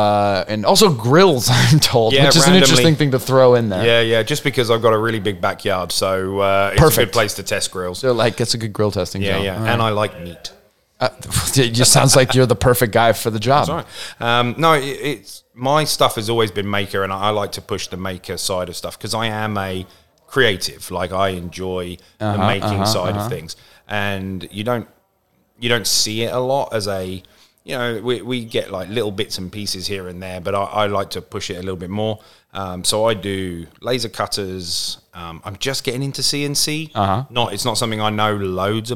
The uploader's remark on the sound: Here live at ERRF 2023. Live From ERRF 2023.